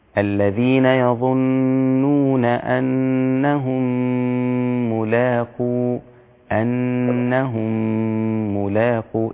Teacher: يعني أعطي الغنة مقدارها الحركتين حقها